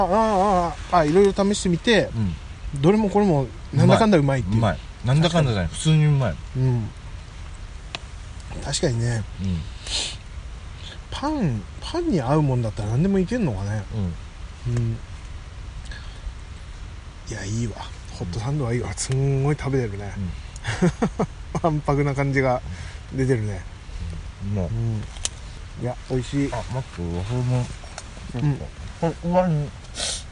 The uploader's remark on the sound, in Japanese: 翌朝、雨の中の朝食の模様を録音しました。